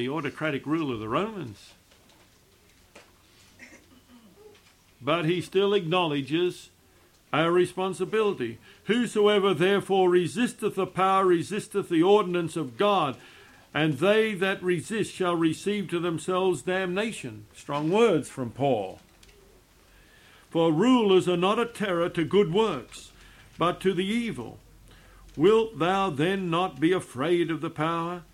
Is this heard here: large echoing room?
yes